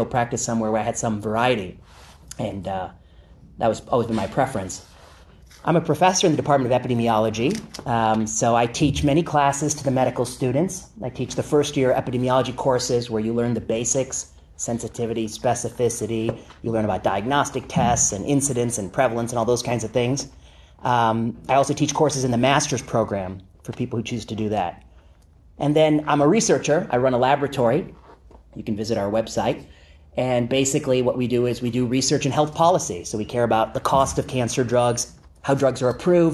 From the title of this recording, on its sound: Lecture at UC Berkeley